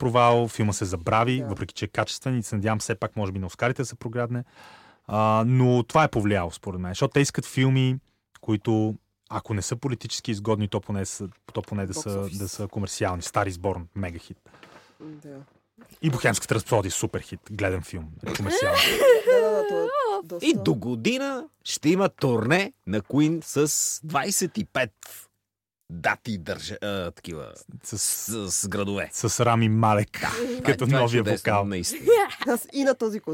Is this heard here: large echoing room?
no